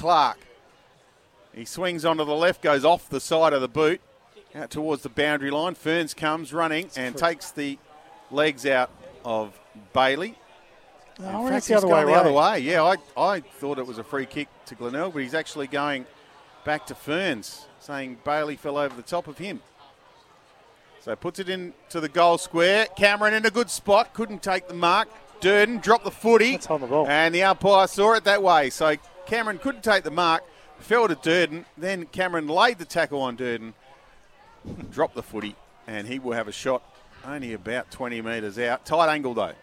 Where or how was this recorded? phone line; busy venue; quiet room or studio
busy venue